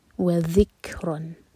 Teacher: ذیل کے لیے ہماری زبان اوپر والے دانت پر ٹچ کرے گی اور تھوڑی سی ٹپ باہر ہوگی اور زا کی آواز بالکل نہیں آئے گی